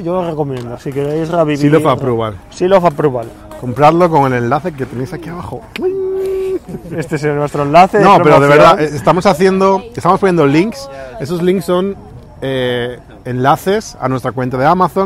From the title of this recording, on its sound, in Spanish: Desde el Starbucks